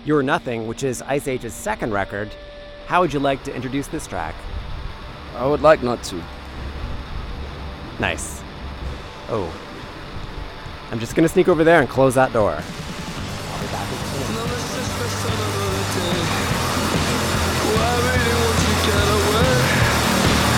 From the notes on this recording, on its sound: on the humid Toronto curb after an incredible show at NXNE festival